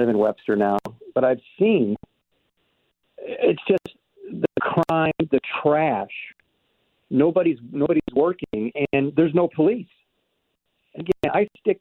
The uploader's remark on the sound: takes your calls